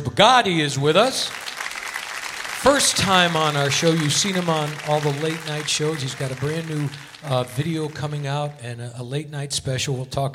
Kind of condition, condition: setting, busy venue